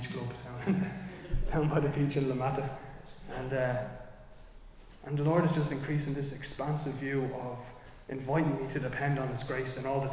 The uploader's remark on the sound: Recorded live in Liberty Church.